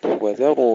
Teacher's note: ترقيق الزال وتفخيم الراء مع دفع الزال قليلا، وذروا ما بقي حتى يفهم أن الواو حرف عطف.